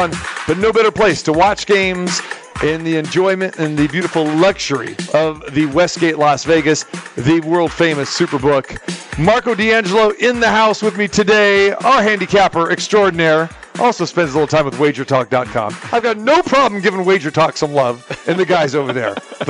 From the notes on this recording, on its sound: Football Friday Live from the Superbook at the Westgate Las Vegas.